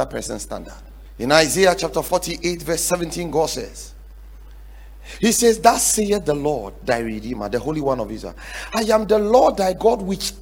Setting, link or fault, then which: setting, large echoing room